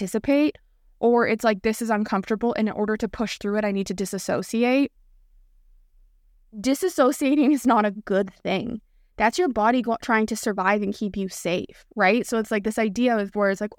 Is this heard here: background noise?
no